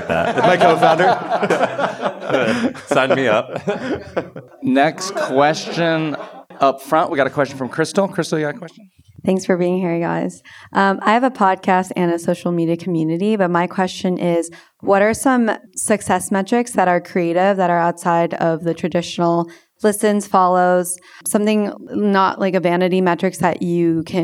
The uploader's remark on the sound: Last week I did a LIVE podcast episode for the first time with some friends. Thanks to SXSW and the AppSumo team for organizing it, and the audience for coming out. There was an audience Q&A.